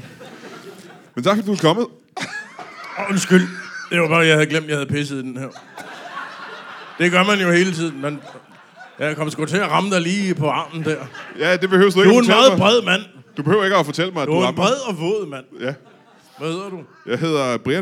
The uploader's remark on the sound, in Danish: LIVE fra Fredericia